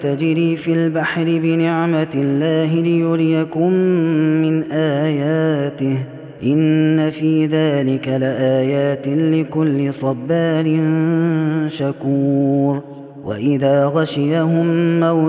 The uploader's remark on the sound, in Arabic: هذا التسجيل من صلاة التراويح.